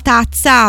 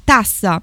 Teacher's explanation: non hanno il fonema Z che sostituiscono con la S · Shown in: second take · quindi ad esempio la parola tazza viene detta tassa, e